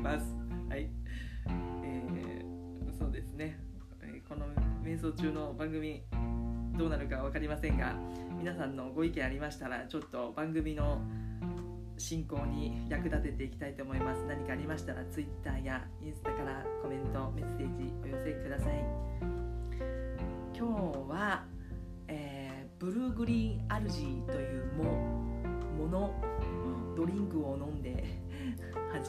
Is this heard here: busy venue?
no